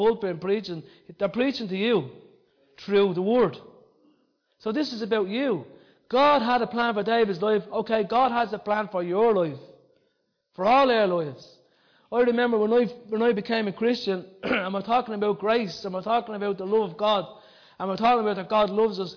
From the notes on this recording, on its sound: Recorded live in Liberty Church in 2019